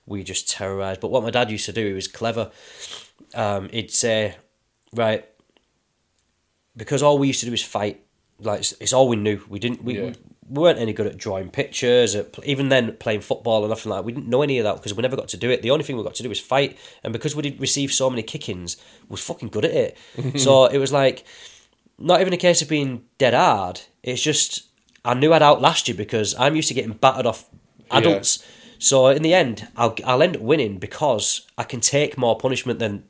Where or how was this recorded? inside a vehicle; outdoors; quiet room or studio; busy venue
quiet room or studio